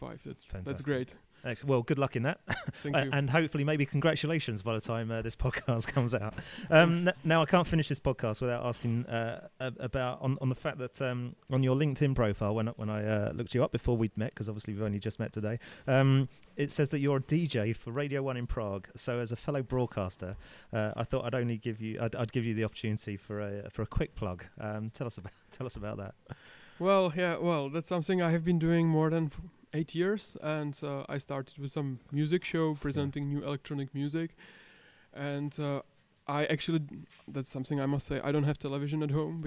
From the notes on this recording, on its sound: Recorded at Quadriga, Berlin. Show 33 was recorded in Berlin at the Quadriga’s Internal Communications conference.